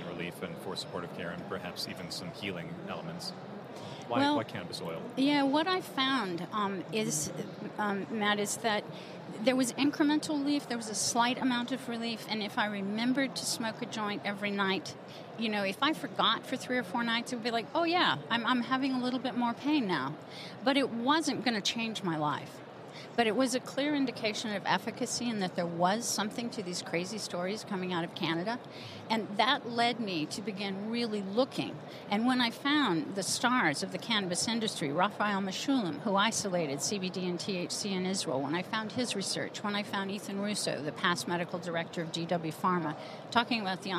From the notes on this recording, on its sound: From the floors of the A4M Conference in Las Vegas